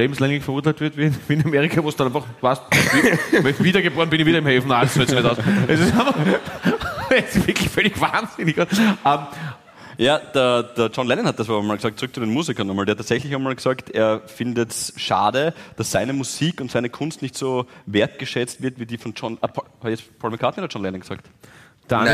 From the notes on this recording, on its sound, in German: LIVE-Aufzeichnung vom 27.01.2024 aus dem GLOBE Wien